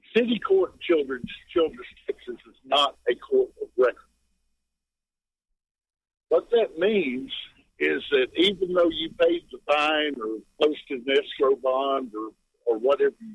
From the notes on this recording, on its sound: Call in Question and Answer Show.